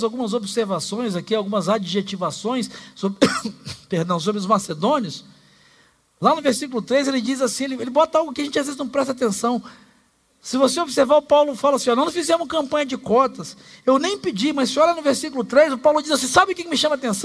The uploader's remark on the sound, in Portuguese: Celebração ao vivo